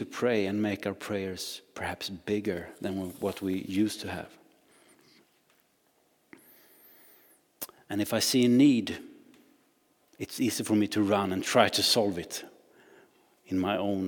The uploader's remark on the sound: Recording from Immanuelskyrkan Skövde.